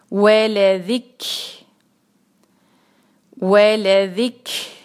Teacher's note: काफ जो है साकिन, उस पर हम हम्स करेंगे तो सांस को पलटाएंगे